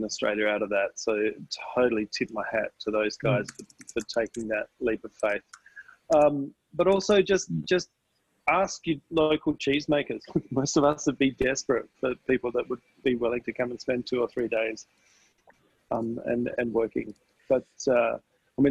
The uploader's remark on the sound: webinar recording